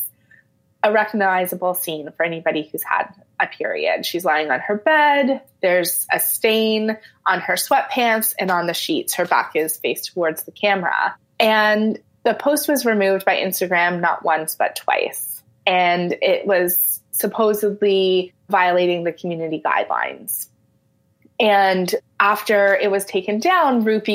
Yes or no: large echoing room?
no